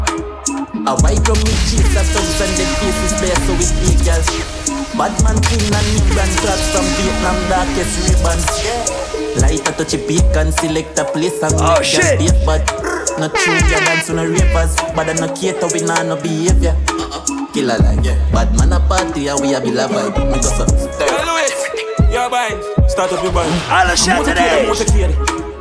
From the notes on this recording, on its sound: A live audio recording of my set at Island Saturdays on June 10th.